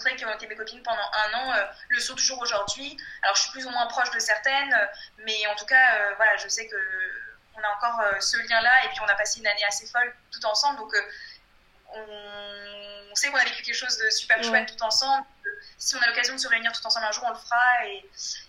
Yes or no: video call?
yes